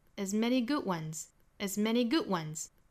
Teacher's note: as many good ones 重点强调在 good